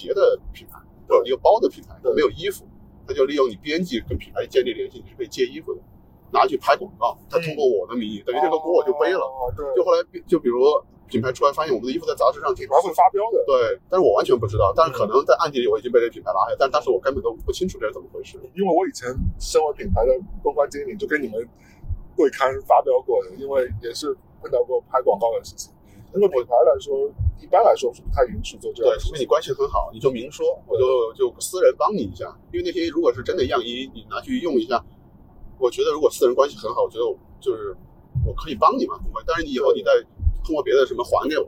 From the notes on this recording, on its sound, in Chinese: 本期为户外录音，音质不佳敬请谅解。